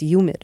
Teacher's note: In this area, that H disappears before the Y sound.